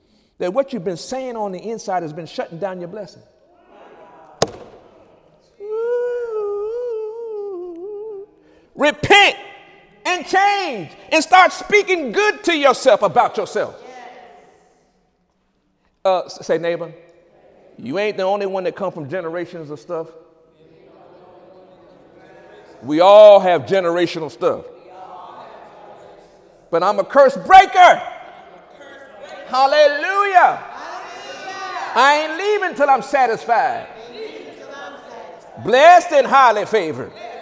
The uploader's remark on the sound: During Wednesday night service